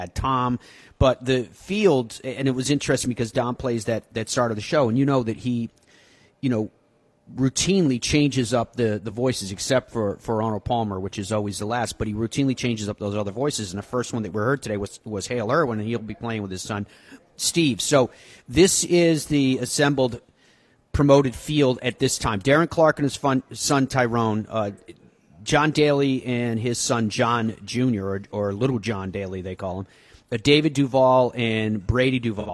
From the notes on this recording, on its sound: Live from PNC Father Son. Broadcasts live from the PNC Father Son Challenge.